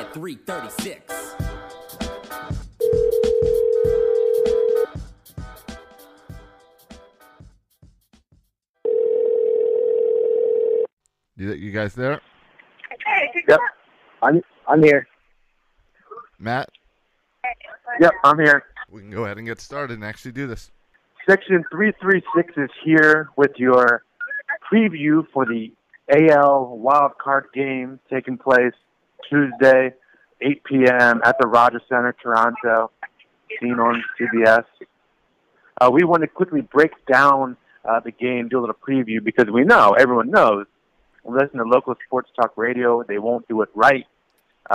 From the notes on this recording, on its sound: take to the phone